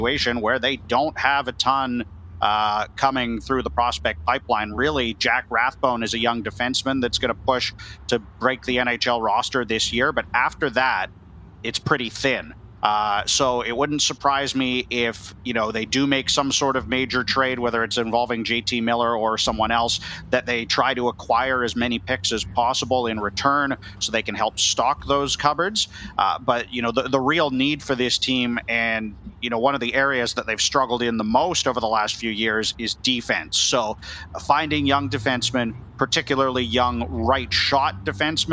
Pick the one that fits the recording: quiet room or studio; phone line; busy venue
busy venue